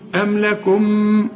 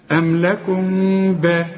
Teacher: إذن الميم الأولى أنا هقفل شفايفي أقول أم، إنما الثانية يحصل انفراج في الشفايف، ما ضم الشفايف · Shown in: second take · Term: إخفاء